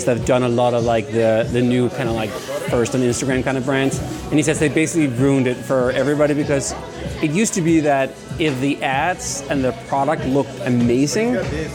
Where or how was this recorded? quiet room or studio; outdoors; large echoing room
outdoors